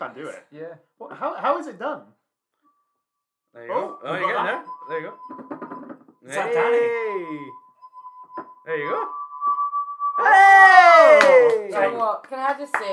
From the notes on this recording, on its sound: Due to the sudden and loud nature of the game the audio volume will vacillate between being of hopefully a reasonable level to being a lot quieter. This is because there are explosions of sound and I didn't want anyone's eardrums to take a hammering.